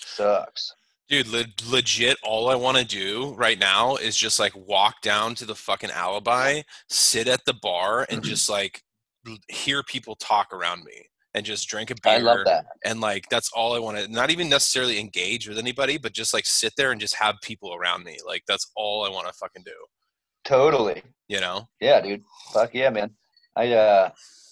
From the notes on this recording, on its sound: The audio is a little shitty now because we're recording over Zoom.